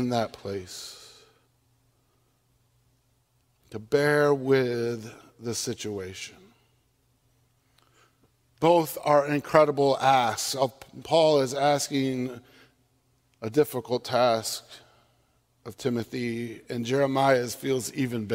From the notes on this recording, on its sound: on Sunday, October 9, 2022, at Central Reformed Church in Grand Rapids, Michigan